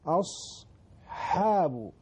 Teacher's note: أص، وبعد الحاء الألف، أصحاب. فالصاد مفخمة، والحاء مرققة، والألف التي تتبع الحاء أيضا مرققة. يعني الصعوبة في تتاليها وراء بعضها.